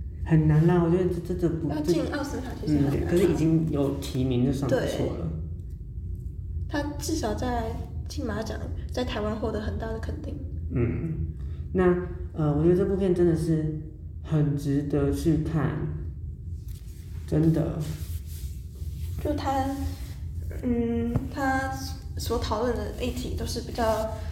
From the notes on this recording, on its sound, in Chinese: 回音較大，請見諒